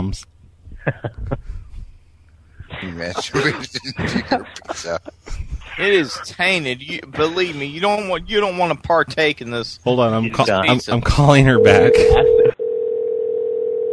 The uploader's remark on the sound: Prank Phone Calls